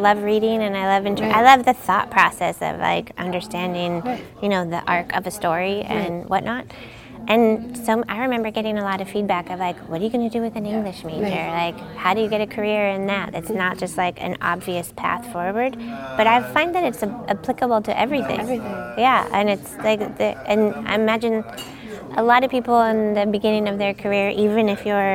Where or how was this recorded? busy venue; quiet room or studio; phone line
busy venue